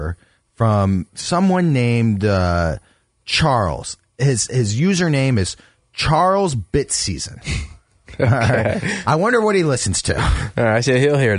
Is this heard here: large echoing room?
no